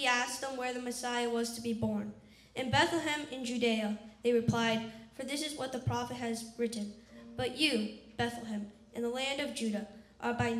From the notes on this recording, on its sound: La Jolla Community Church held two services on Christmas Eve (December 24, 2018) at 4:30 and 6:00 pm. This is a recording of the 4:30 pm service. The service begins with carols played by a string quartet.